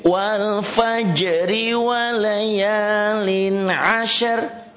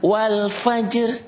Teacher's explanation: Jadi qalqalahnya tetap ada kalau disambung. Tapi kalau dimatikan qalqalahnya hilang.